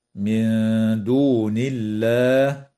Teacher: وترقق اللام في اسم الله لوقوعها بعد كسرة في قوله تعالى: من دون الله، بينما تفخم لوقوعها بعد فتحة